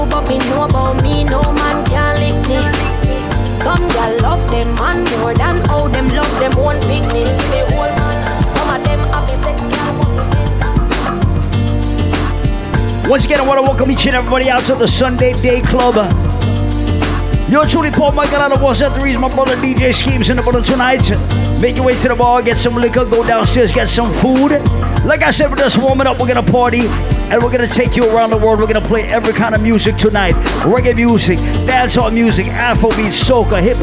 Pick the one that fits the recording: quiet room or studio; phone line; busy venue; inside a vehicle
busy venue